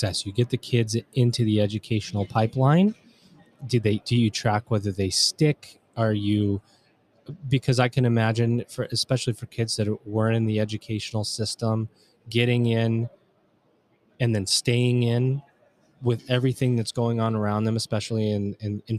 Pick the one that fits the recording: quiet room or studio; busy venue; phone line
busy venue